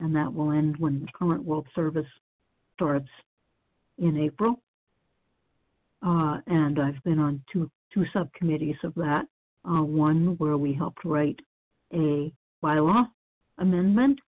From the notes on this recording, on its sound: from the 100 Pounders Phone Meeting